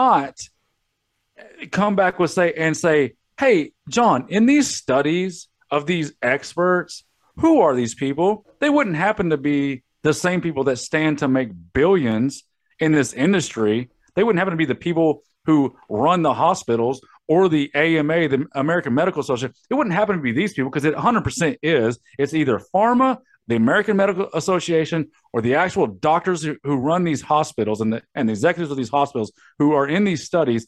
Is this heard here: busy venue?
no